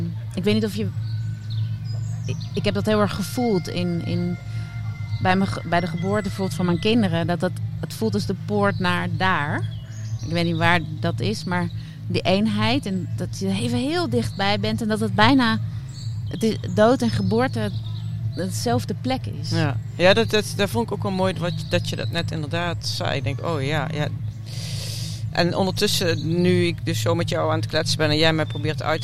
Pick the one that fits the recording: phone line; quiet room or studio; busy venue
busy venue